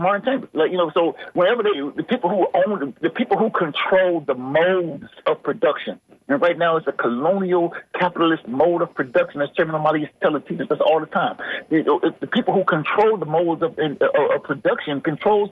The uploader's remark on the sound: Unique magazine format call-in show.